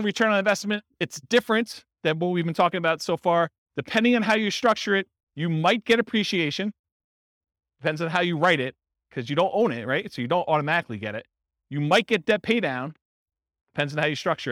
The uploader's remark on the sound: This was a live class recorded.